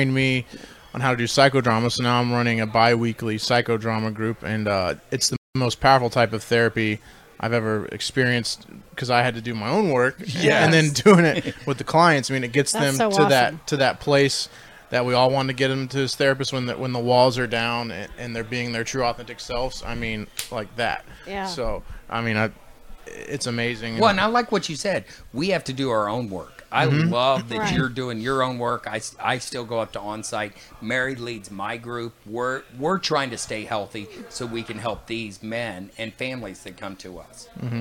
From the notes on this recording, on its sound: Live at Casa.